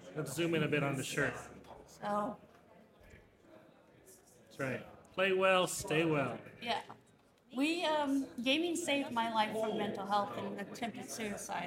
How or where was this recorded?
busy venue